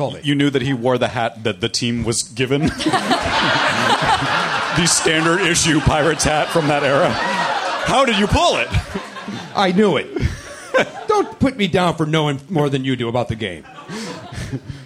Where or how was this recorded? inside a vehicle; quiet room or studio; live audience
live audience